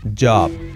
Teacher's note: Como una che, che-che-che, pero sonora